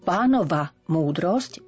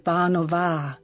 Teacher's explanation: Pánova múdrosť vždy povieme krátko, nikdy nie pánová. · Shown in: first take